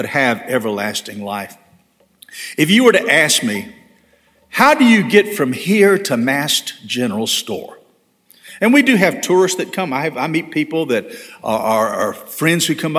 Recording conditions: large echoing room